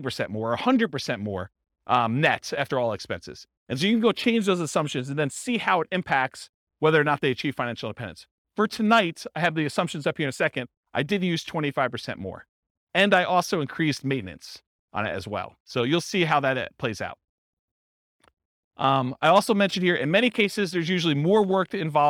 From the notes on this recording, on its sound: This was a live class recorded